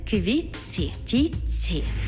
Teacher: У словах «квітці» та тітці звук «т» переходить у м'який подовжений звук «ц».